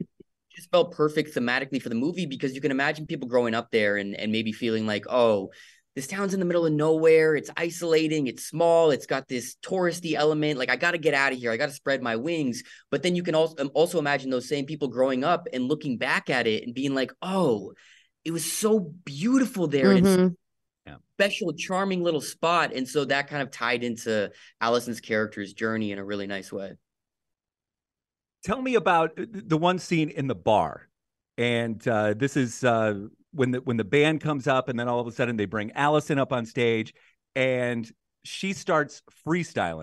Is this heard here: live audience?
no